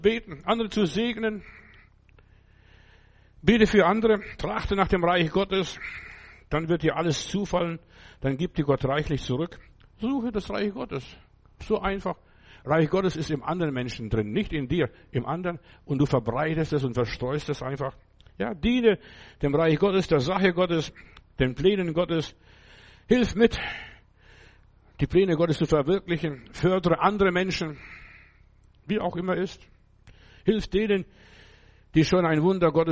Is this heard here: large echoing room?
yes